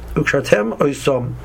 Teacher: there should not really be a pause between the word ukshartem oisom, because that's really one thought.